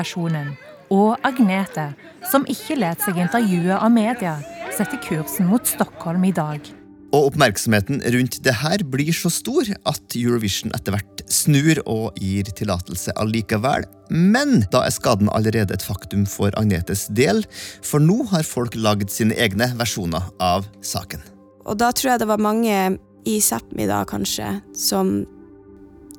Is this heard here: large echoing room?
no